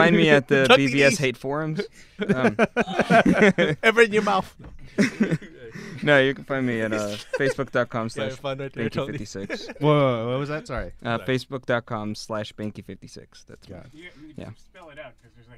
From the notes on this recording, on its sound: Recorded on Day 3 of WonderCon. WonderCon Special. Recorded on Day 3 of WonderCon.